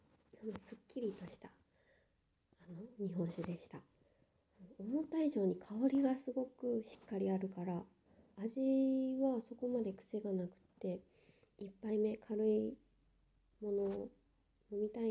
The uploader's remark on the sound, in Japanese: Radiotalk。腕にぬいぐるみのえい太くんを抱いていたらいっぱい雑音が入ってしまいました、聞き苦しかったらごめんなさい。